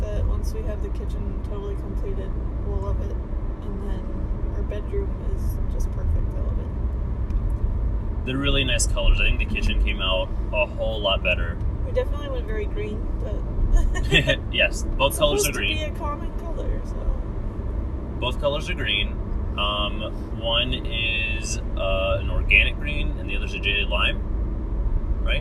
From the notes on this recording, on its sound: While we drive in the car.